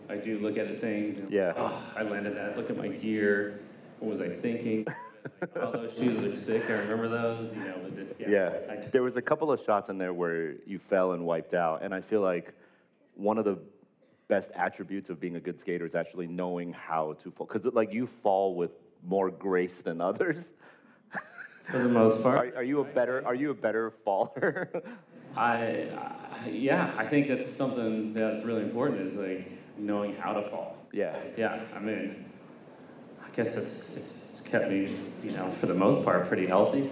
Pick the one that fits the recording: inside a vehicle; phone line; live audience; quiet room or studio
live audience